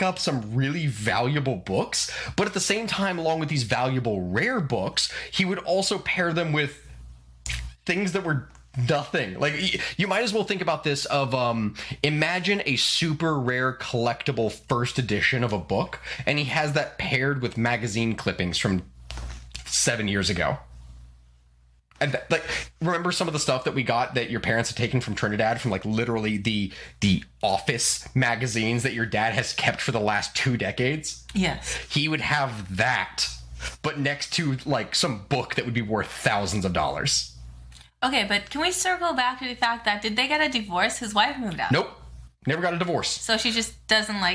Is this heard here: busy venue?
no